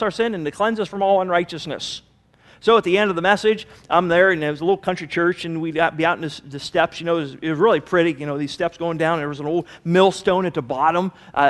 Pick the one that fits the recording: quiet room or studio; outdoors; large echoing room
large echoing room